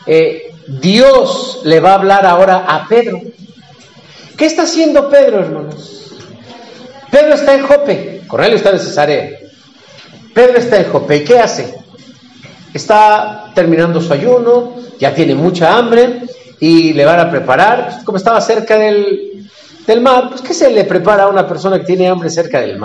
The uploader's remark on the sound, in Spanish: Predica del culto matutino del 30 de julio del 2023